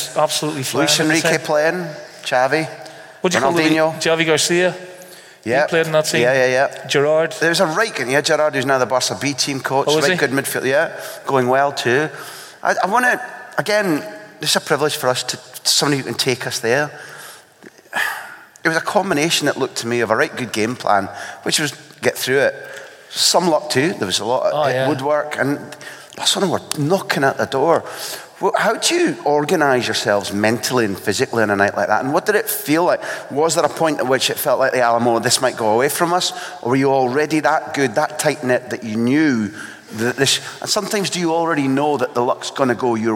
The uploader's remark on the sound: filmed in front of a live audience